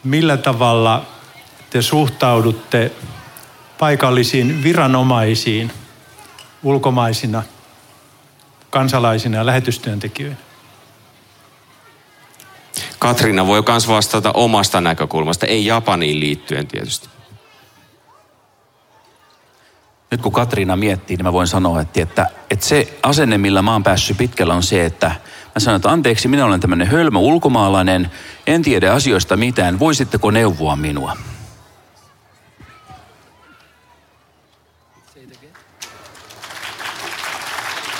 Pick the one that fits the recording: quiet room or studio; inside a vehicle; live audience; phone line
live audience